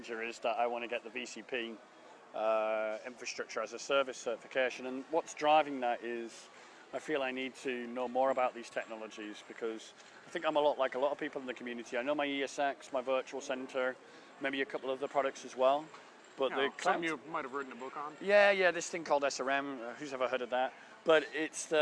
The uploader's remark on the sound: Miniwag - VMworld US. In this miniwag recorded at the "hangout" space.